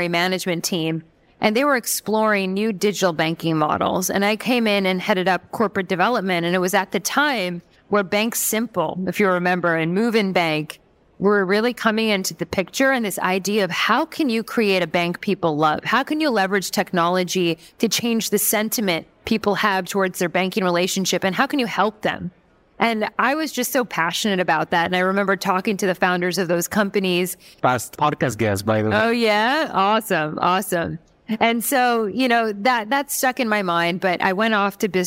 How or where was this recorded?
busy venue